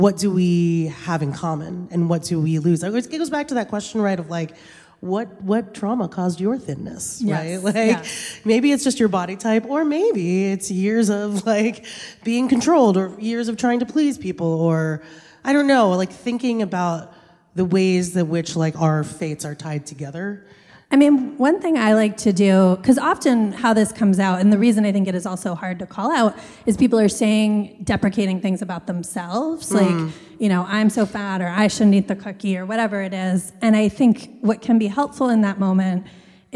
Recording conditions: live audience